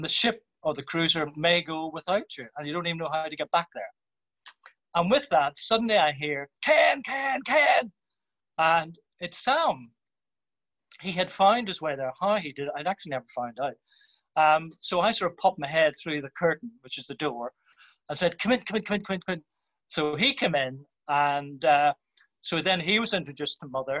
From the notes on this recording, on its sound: our recent lockdown Zoom event